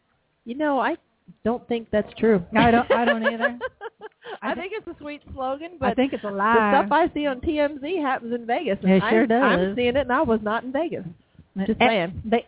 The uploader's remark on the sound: LIVE from the Ice House. Live radio... Internet broadcasting LIVE Remote.